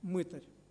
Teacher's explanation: в нашей среде прочно установилось ударение на первом слоге